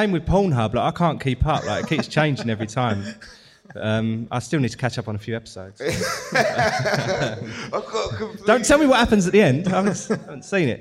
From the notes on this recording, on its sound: This episode was recorded as part of our live show. As part of their live recording in Margate.